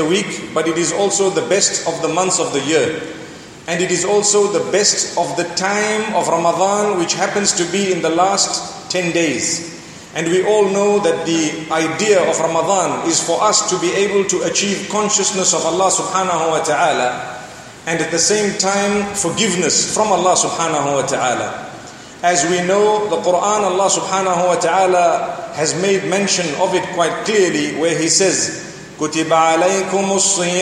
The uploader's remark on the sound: Delivered at University of Technology Malaysia.